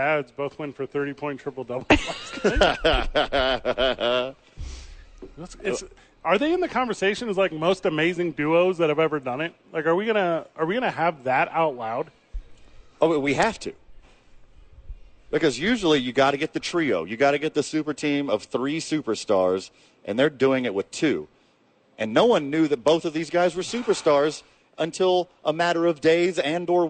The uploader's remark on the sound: live from Red Door Brewery downtown